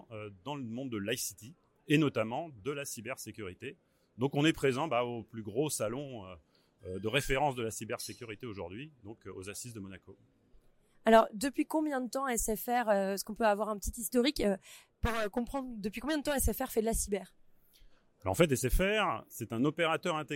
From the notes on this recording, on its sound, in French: un épisode spécial enregistré aux Assises de la Cybersécurité qui ont eu lieu à Monaco la semaine dernière